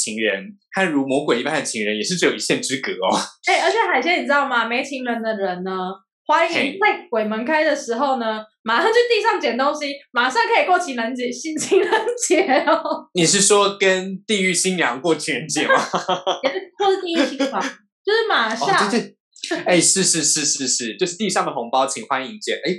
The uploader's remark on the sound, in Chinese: 本集遠距錄音時網路不穩，故時有聲音delay、斷訊、音訊不良狀況產生